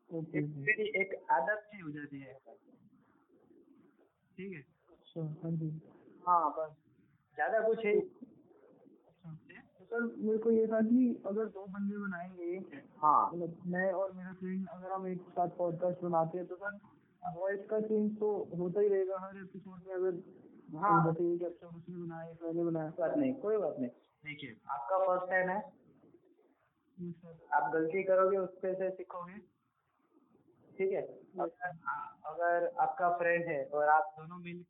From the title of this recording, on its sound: ON PHONE CALL